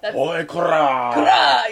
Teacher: When the Japanese get mad, the rolling R comes out.